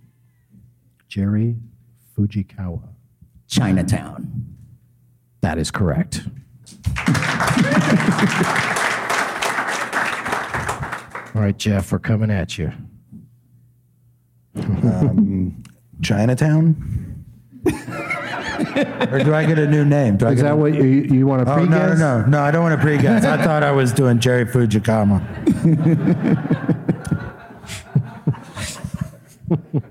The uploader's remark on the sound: Live from Goodnights Comedy Club in Raleigh